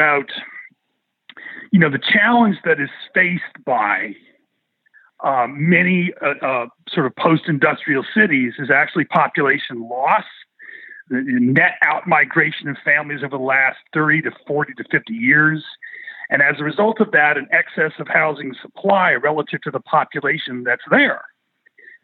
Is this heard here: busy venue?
no